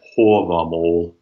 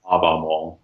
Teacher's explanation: But also based on some of the ways that the longer vowels diphthongize in later Scandinavian languages, we also understand that some of the long vowels had a different sound than the short vowels, and that's the case with A, where the long A is rounded · Shown in: first take · hence why I say hovamol, not havamol.